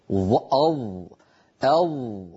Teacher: الصوت محصور بين الحنك واللسان ومتجه إلى أعلى، فهو من جهة مطبق ومن جهة مستعلي، أض. بينما الصورة التي في وسط اللوحة، نعم الحرف مستعل ولكنه ليس مطبقا، مستعل ولكنه منفتح، قا قا، ليس هناك انحصار للصوت.